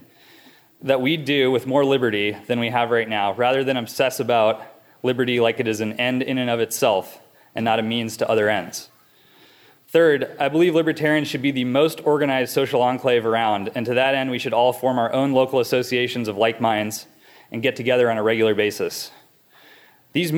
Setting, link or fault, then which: setting, live audience